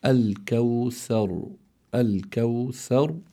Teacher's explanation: فإذا هون عندي راء ساكنة لأجل الوقف، ما بعدها حرف مفتوح، فإذا تفخم الراء في هذه الحالة فتنطق على هذا النحو الكوثر، الكوثر بتفخيم الراء لأنها ساكنة لأجل الوقف، مفتوح ما قبلها